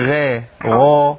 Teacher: الغين هنا مفخمة تفخيم عالي لأنها مفتوحة